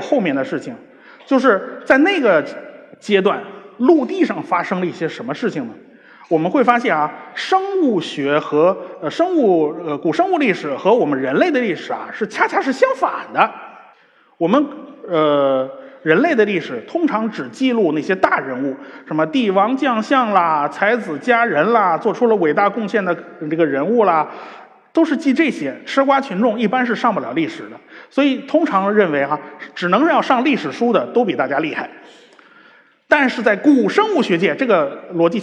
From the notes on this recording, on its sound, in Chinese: 在绍兴大剧院举办的《理性的力量》科普演讲会如约而至。一千多位观众到现场参与了这次活动，整个会场都坐的满满的，台下黑压压的坐了一大片。